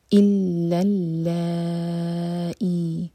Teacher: یہاں ہیوی نہیں کرنا کچھ بھی، دونوں لام لائٹ رہیں گے